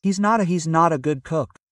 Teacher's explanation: When you join the not with the A, it becomes a soft R.